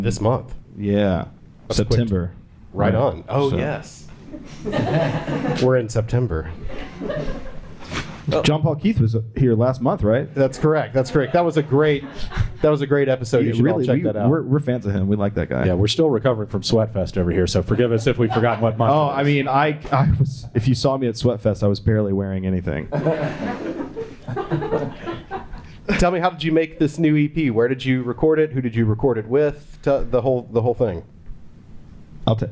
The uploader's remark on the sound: This episode was recorded in front of a live audience at the Memphis Listening Lab.